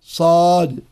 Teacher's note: والصاد حرف قوي لأنه حرف مطبق مستعل فيه صفير وهو مهموس، فيجب على القارئ أن يلفظ بها أي الصاد مفخمة كما